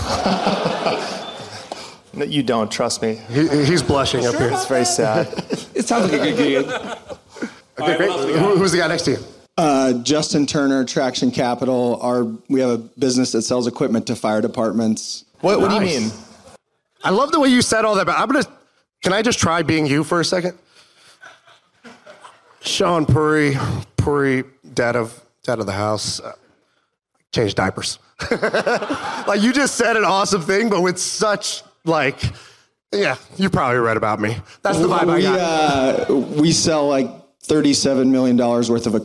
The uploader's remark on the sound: My First Million Live Event. (Austin, Texas). In Austin, TX for a live MFM event.